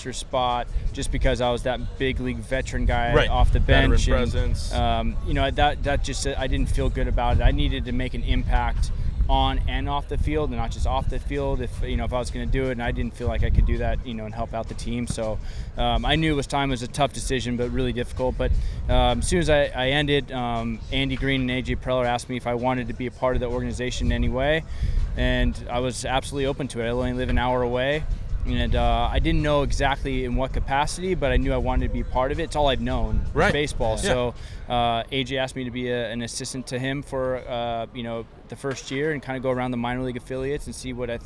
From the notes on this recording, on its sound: recording this podcast from the field at Petco Park during batting practice